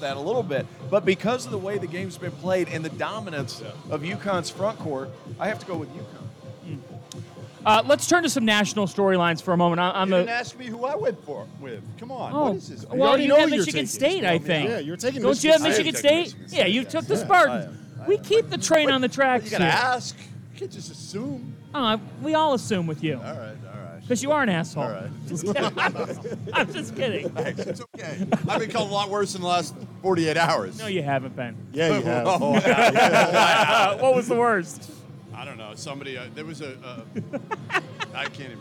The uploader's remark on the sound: live from Stadium Swim in Las Vegas